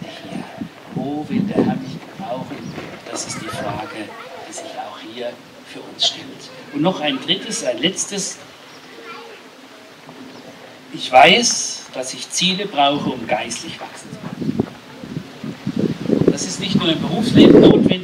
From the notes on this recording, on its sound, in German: Diese Predigt wurde im Rahmem des "Gottesdienst im Grünen", also eines Gottesdienstes an der frischen Luft, aufgenommen, weshalb leider einige Hintergrundgeräusche auf der Audiodatei zu hören sind.